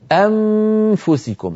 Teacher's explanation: استبدلت الشفة العليا بالأسنان العليا وقفلتها على الشفة السفلى فصار الصوت كالميم